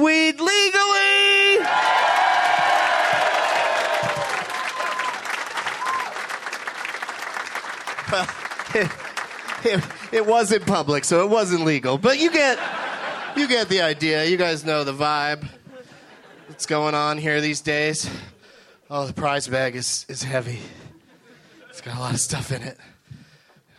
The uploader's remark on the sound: Live from the Improv in Washington, DC